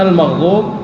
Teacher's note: الغين الساكنه اظهرها دون ان تخفيها او تحركها او تقلقلها